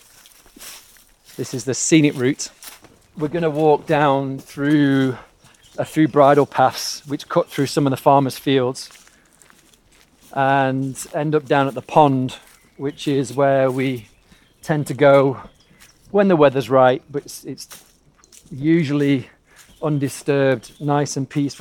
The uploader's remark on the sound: We walk in the woods.